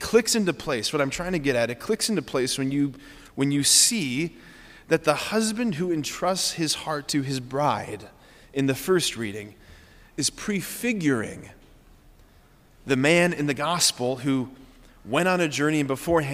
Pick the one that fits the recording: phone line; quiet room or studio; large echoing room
large echoing room